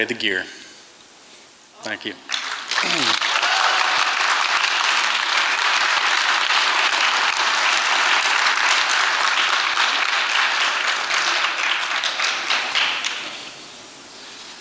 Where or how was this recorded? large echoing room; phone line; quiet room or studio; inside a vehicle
large echoing room